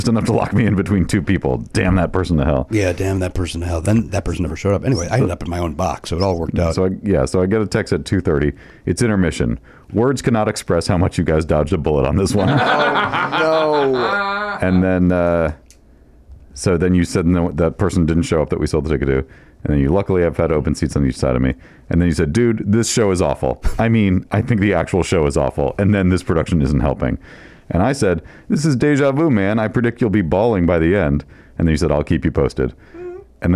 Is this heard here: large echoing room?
no